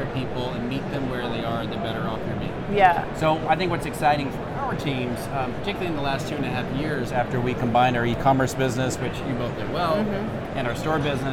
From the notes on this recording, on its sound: LIVE FROM #NRF2024. From their podcast studio inside the VusionGroup booth #5420.